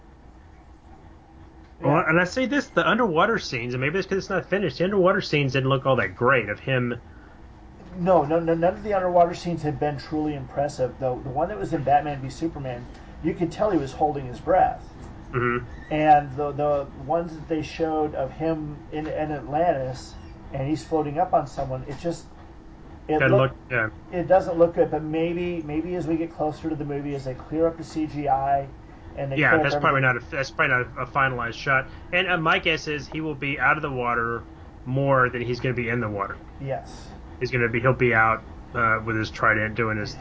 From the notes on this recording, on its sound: There were some issues with the audio recording this month, we apologize for the extra noise. My fault, the wrong mic was recording.